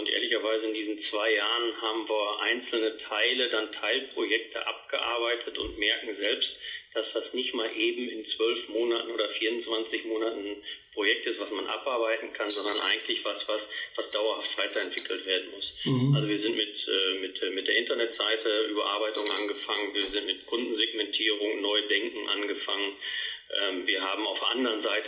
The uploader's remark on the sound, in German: im Telefoninterview